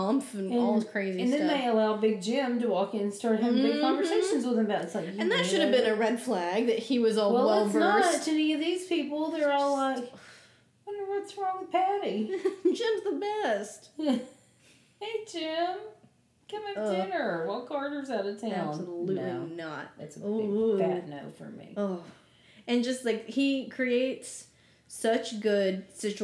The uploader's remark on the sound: We recorded together in my home office for the episode, so forgive the reverb!